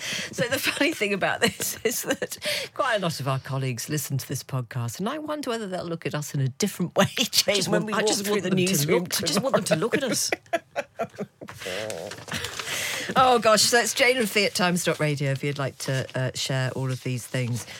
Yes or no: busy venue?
no